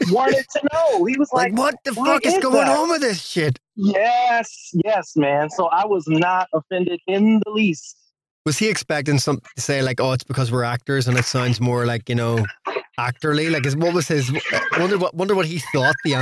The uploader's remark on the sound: From Studio City, LA. Recorded via Zoom. Studio facilities provided by irishvoiceovers.co.uk.